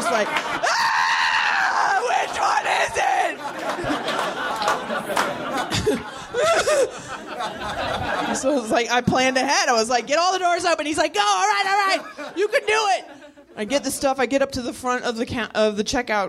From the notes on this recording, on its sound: Live from the NerdMelt Showroom